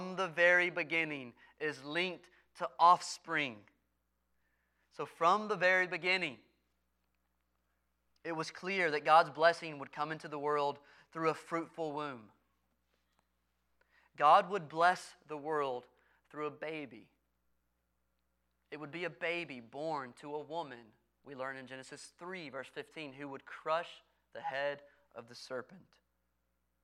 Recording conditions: large echoing room